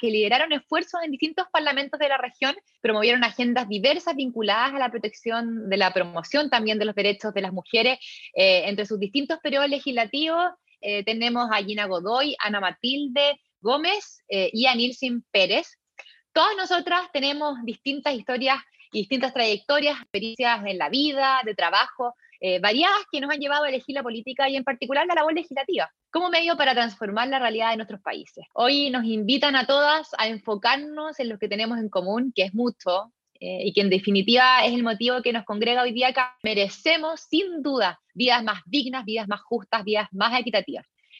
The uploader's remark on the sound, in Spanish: grabado durante el taller virtual